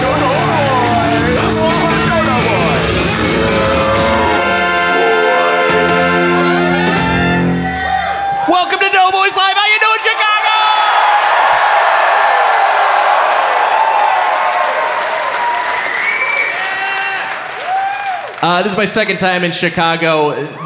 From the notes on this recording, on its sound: Recorded live as part of Headgum Live In Chicago at Thalia Hall, on June 14th, 2019.